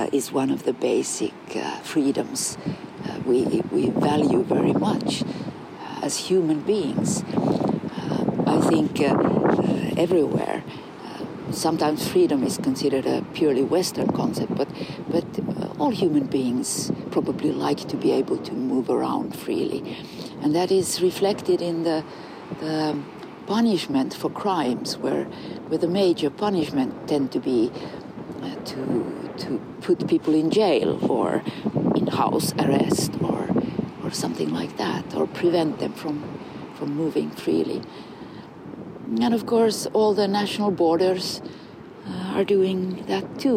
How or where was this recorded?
outdoors